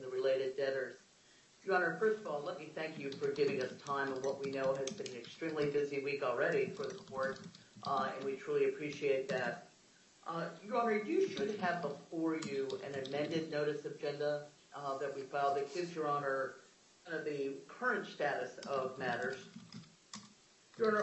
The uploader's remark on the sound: U.S. bankruptcy court hearing audio